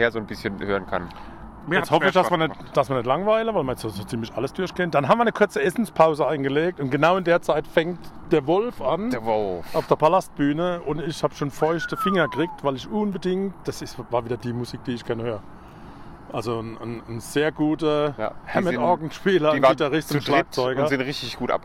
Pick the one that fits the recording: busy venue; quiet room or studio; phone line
busy venue